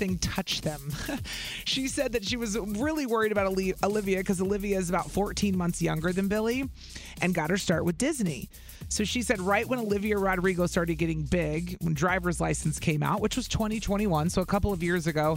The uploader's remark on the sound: Listeners called in to share their own stories.